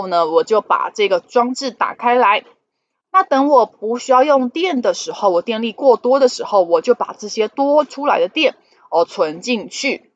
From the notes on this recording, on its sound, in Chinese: 本集有些許雜音，已亟力避免，如有察覺請多多包涵